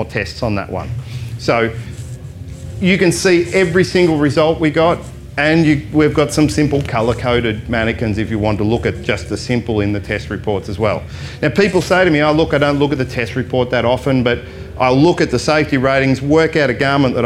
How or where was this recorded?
live audience